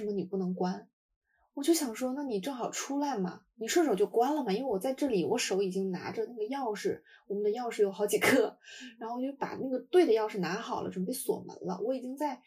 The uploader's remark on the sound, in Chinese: 下次录制我们会尽力给大家带来质量更好的音质的。由于我俩不熟悉设备导致没有发挥出话筒最好的性能，结果还是iPad录音拯救了这期。